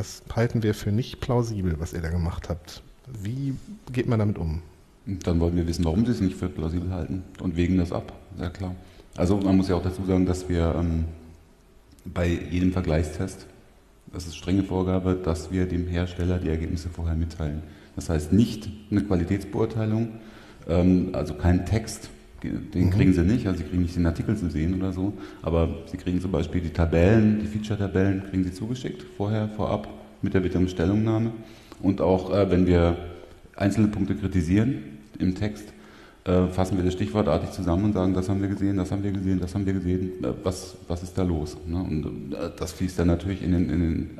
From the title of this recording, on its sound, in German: Live vom 36C3